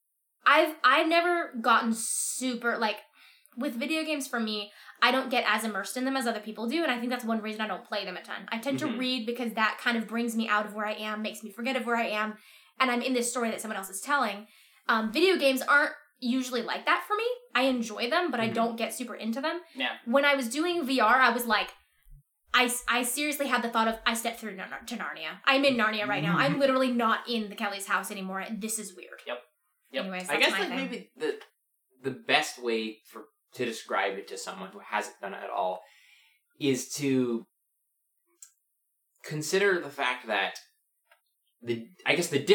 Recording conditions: poor microphone